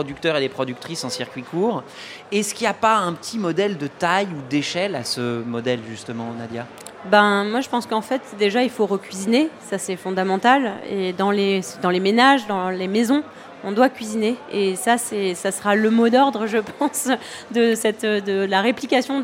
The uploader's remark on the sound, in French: en direct de Marseille et du So good Festival